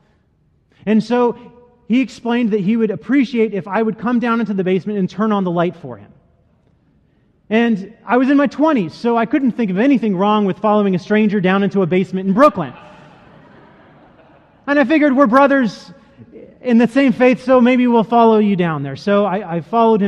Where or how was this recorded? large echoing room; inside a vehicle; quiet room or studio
large echoing room